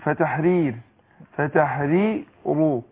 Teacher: يبقى انا رققت الراء الاولانيه وفخمت الايه الراء الثانيه